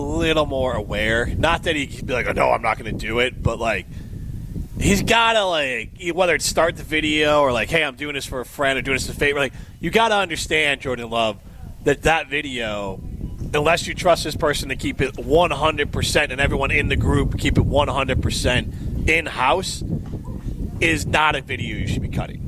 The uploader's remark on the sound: are live at Wild Rock Golf Course for the Easterseals Golf Outing